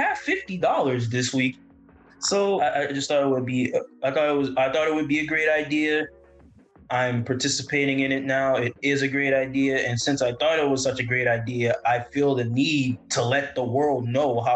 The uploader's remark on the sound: We “sat down” over Zoom